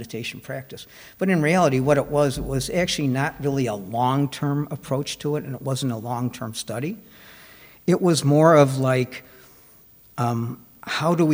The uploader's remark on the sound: Recorded at the Blue Lotus Buddhist Temple. Recorded at the Blue Lotus Buddhist Temple on 2024-02-06.